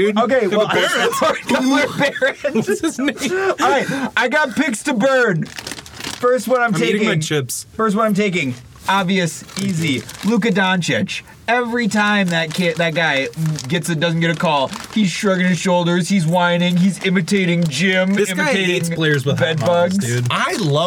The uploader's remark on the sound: Live from the Back of the Top the Tater Van. We recorded this episode in the back of the Top the Tater Van in a parking lot down by the river in Stillwater.